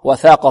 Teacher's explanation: وثاقه الثاء مثلثة تخرج من منتهى طرف اللسان مع منتهى طرف الثنايا العليا، والقاف مفخمة، وثاقه، وهاء الضمير هنا موصول بواو لفظية لأنها وقعت بين متحركين.